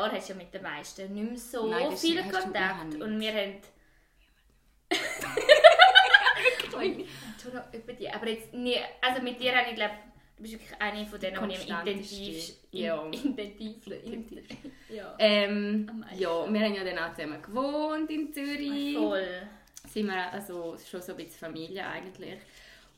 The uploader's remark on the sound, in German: Entschuldigend drum di bitz schlechter Ton-Quali. Dass mr bitzli Ziit burcht hend zum üs finda am Afang.